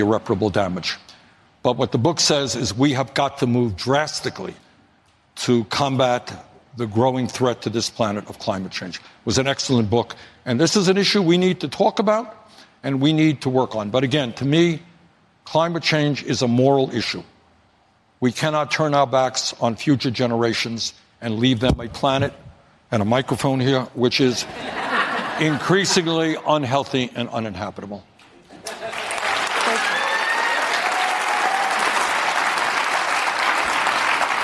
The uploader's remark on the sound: a live town hall